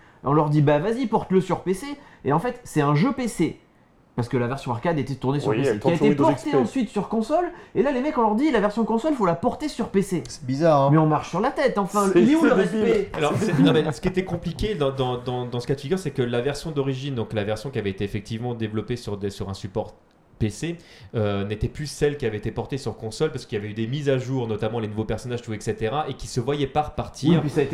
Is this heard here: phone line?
no